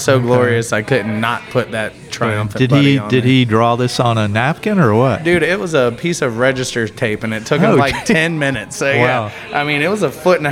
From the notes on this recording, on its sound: Recorded at Secret Sagittarius Bierworks in Pensacola.